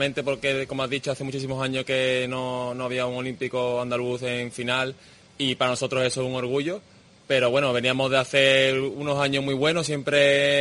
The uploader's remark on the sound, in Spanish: 'Mediodía Deportes COPE', en el Club Náutico Sevilla